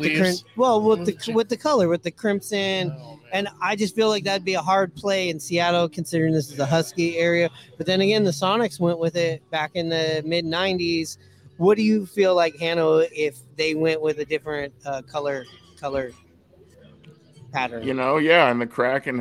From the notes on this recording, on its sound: Live from Pioneer Tacos & Tequila!